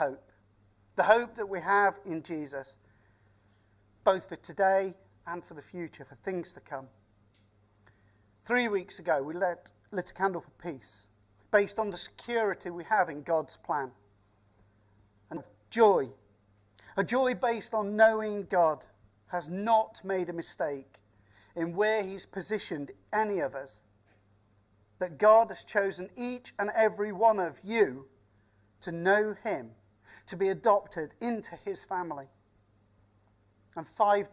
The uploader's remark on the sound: Vine Christmas Day Service Live.